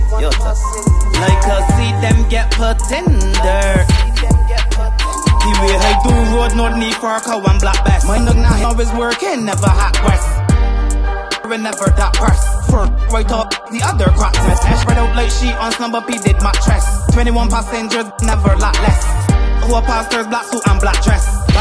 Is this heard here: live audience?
no